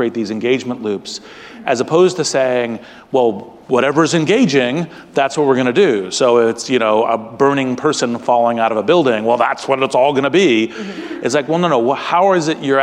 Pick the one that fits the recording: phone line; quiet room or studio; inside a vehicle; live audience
live audience